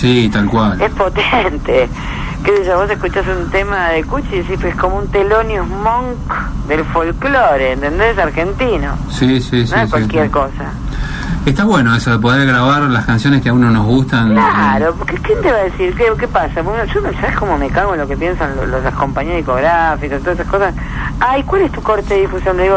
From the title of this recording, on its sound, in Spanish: Nota telefónica